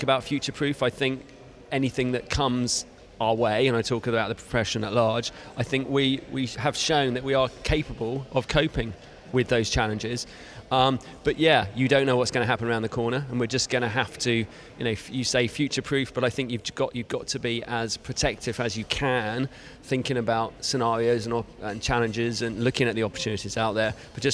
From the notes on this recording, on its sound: You can hear live interviews from the recent International Accounting Forum and Awards 2022 which took place in London recently. AIBN were the official knowledge and broadcast partners of the event.